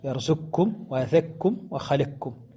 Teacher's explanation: الإدغام هو كامل على كل حال، ليس فيه بقاء لصفة القاف